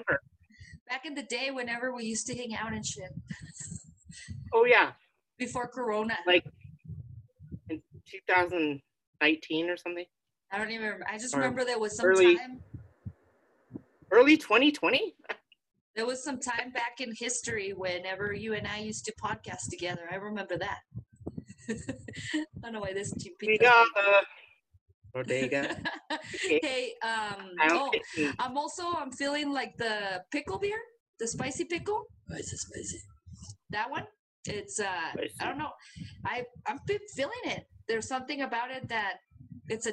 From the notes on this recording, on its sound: Technical Difficulties... Sorry about your ears...